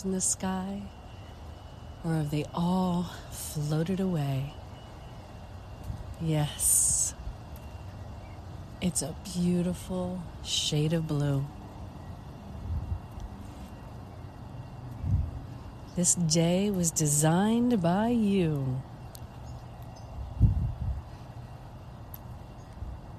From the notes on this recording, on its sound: LIVE from Las Vegas Mirage. Poolside at the Mirage in Las Vegas, Nevada, USA. This is a special on location Walk and Talk of our Mindfulness Summer Tour 2022.